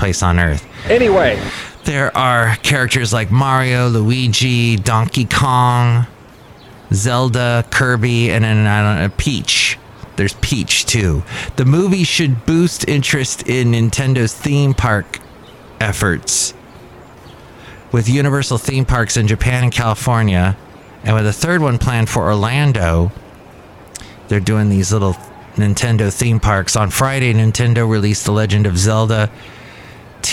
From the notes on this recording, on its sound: podcasts live from Café Anyway